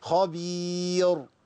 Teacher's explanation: اول ما ارجع الشفتين الامام يبقى انا بعمل عمليه ايه تضخيم للصوت